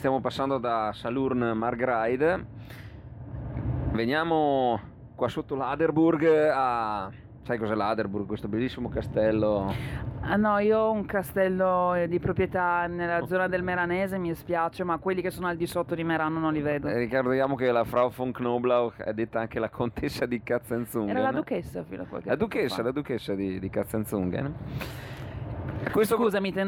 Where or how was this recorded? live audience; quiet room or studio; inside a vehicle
inside a vehicle